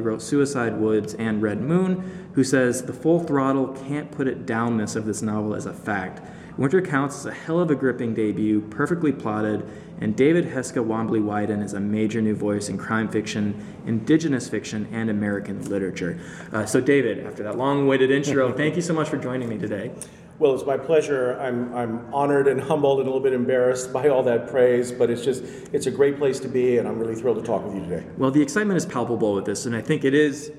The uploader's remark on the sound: LIVE from PLA 2020!